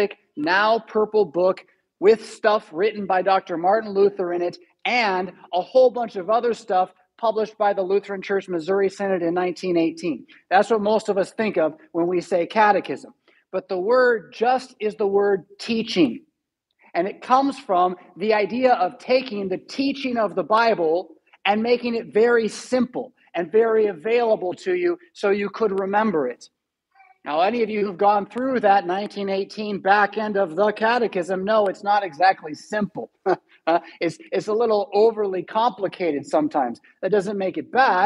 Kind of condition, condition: setting, large echoing room